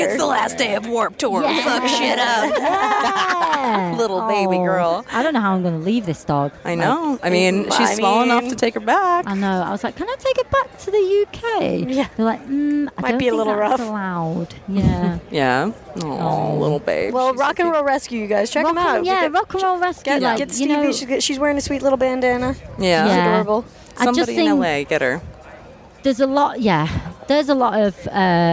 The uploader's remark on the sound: Live from Warped Tour!